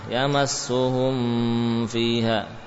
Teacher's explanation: Mim dan fa keduanya sangat dekat makhrajnya. Mim dari bibir atas bawah, fa dari bibir bawah dan gigi seri atas, sehingga kadang tanpa terasa menyamarkan, menambahkan gunnah.